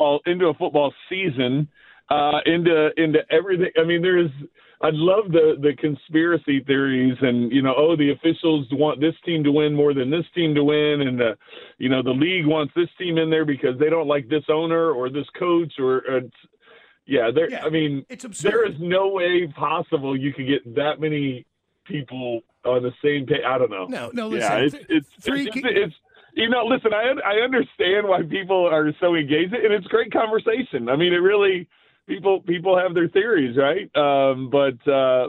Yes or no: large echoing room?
no